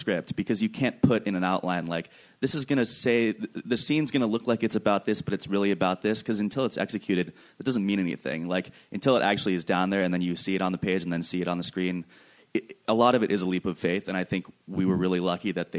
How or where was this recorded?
busy venue